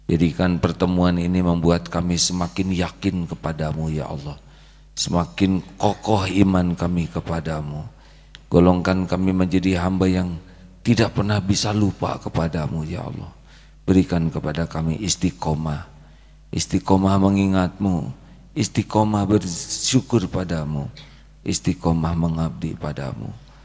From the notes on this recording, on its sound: live dari Masjid Daarut Tauhid Bandung